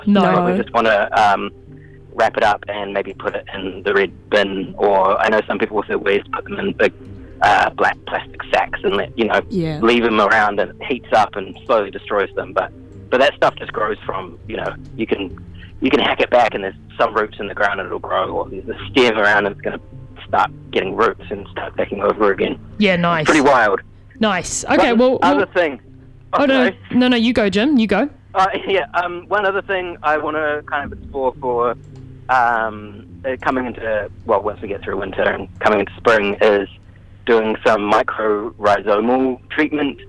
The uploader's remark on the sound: phones up to chat